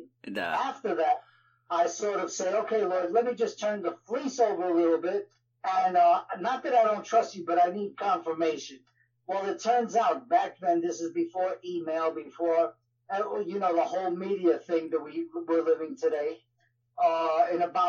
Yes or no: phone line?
yes